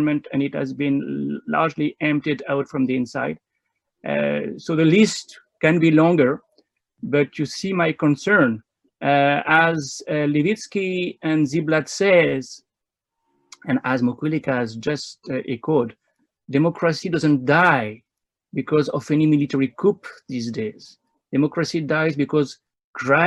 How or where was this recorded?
video call